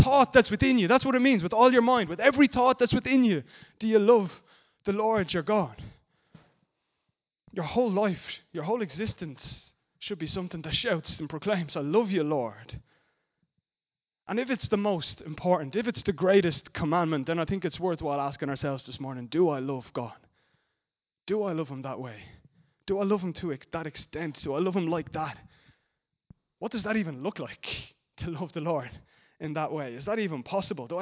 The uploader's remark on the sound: Recorded live at Liberty Church Bray.